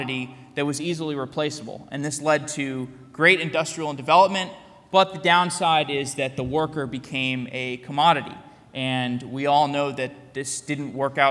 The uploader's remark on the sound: A keynote I gave at Full Stack Tech Radar Day in Tel Aviv. Keynote at Tikal Full Stack Tech Radar Day.